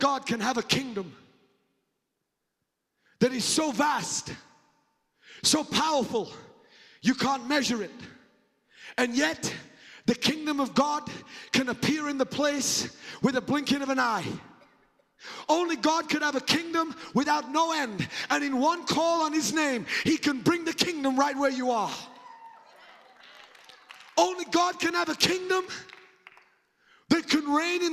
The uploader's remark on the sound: The Lord's Prayer is a powerful sermon recorded during the Bay Revival. The Bay Revival is a spiritual awakening of the Christian faith that started at the Church of His Presence in Daphne, Alabama.